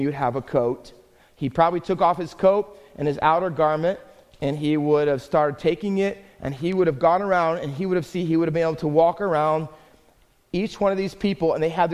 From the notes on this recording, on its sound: Faith Baptist Church in Hamilton, NJ.